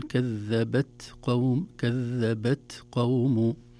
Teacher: التاء حرف شديد لكنه فيه همس، وهمس الحرف الشديد لا يطول زمنه بل يكون في مخرج الحرف، خاصة في نهاية مخرج الحرف.